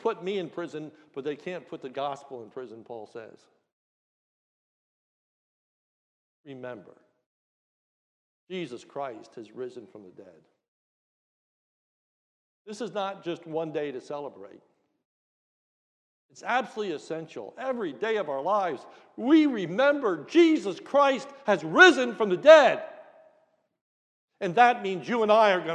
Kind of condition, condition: setting, large echoing room